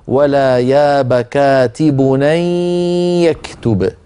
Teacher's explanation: لابد من الغنة مع الياء لأنه إدغام بغنة